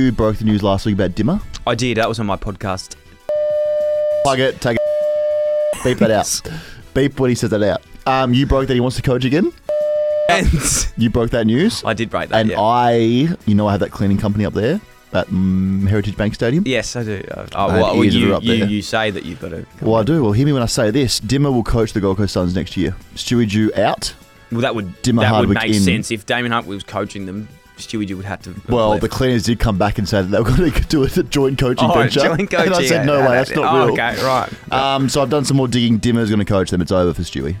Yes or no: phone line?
yes